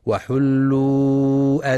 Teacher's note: وينتبه في كلمة وحل لضم الحاء وعدم فتحها، فلا يقرأ وحل.